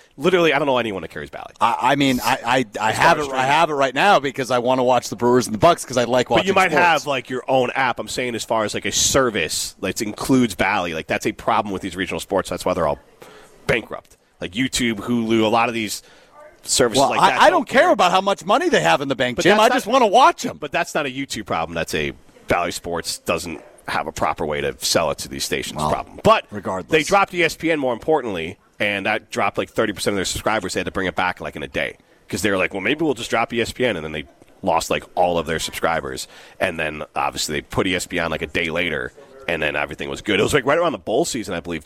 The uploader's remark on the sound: Broadcast live from the Forward Club in Breese Stevens Field ahead of the Forward Madison FC match against Colorado Hailstorm FC.